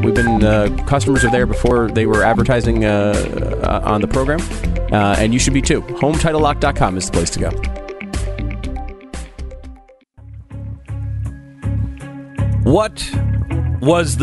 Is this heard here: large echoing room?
no